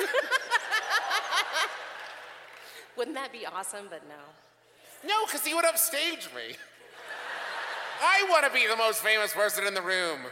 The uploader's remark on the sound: This week's episode was recorded LIVE in Salt Lake City.